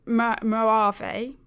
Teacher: the J is like an H and there's like a sort of R sound, but it depends on how you hear it.